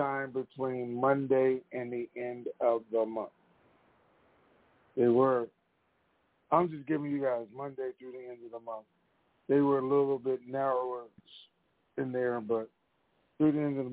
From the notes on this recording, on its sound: TNTSuperfantastic Mini-Conference Call